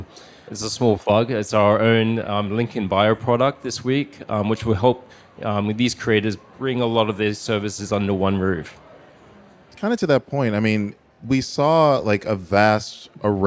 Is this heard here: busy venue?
yes